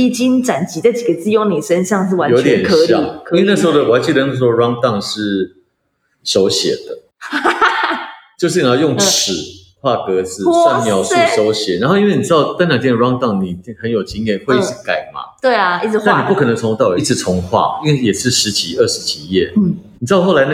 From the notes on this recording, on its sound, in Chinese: 遠距錄音，延遲和音質問題陸續解決中，請多包涵